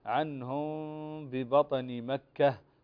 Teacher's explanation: فتخفي الميم عند الباء بمقدار غنة مقدارها حركتين · Term: الإخفاء